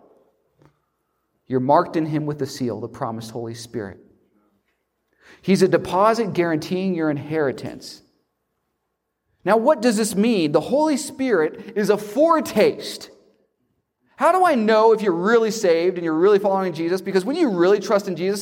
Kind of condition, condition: setting, large echoing room